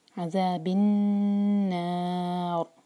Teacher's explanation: کا ورڈ ہے یہ ذال، عذاب النار، نون پر غنہ اور را کو ہم ساکن کر کے رکیں گے تو یہاں پر را ہیوی ہونا چاہیے، عذاب النار، نا چار حرکہ، مد عربی سکون، آگے و